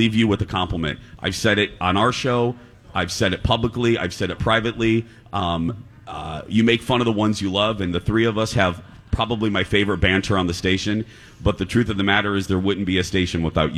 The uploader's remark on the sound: LIVE from Lush.